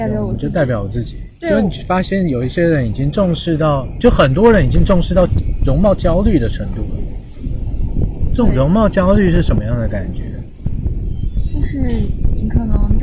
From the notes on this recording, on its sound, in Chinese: 本期节目在户外录制，所以杂音可能比较多，请听众朋友见谅。